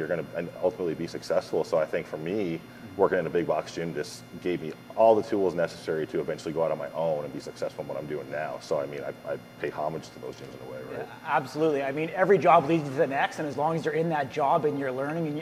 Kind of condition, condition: setting, busy venue